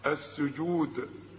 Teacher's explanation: السجود كلها مرققه لكن هنعمل في الدال ايه لازم نقلقلها · Term: قلقله الدال